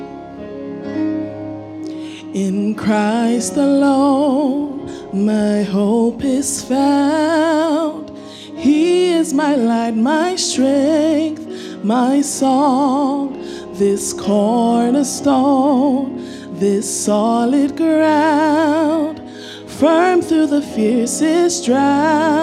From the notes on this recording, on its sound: Sermon preached at CBC Shiashie Campus.